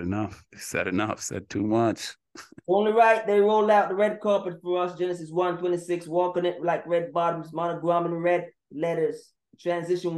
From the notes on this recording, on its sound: The Wi-Fi was jamming cohost mic was not working feed chipping out for those watching in the visual, and of course, right after taping, all was okay.